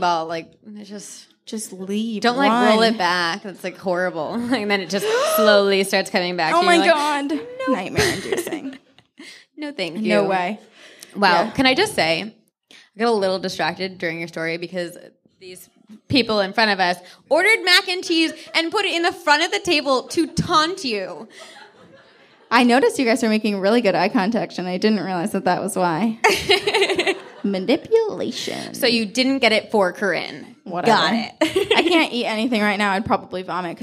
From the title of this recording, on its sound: Live at the Hollywood Improv